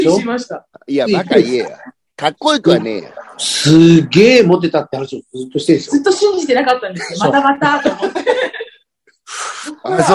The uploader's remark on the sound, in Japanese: ZOOMで収録